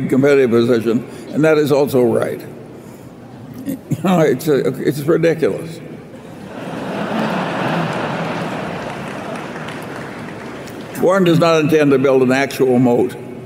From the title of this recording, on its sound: Q & A at the 2018 Berkshire Hathaway Shareholders Meeting